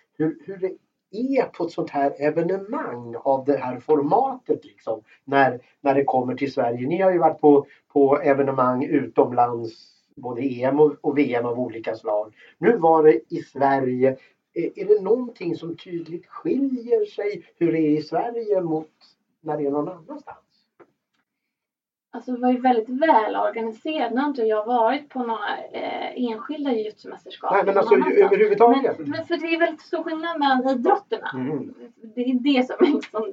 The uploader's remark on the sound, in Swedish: Vi beklagar ljudkvalitén i veckans avsnitt.